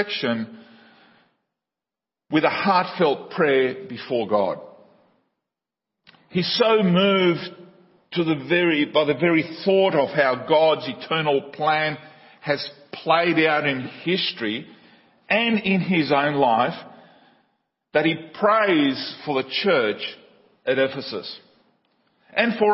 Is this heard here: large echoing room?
yes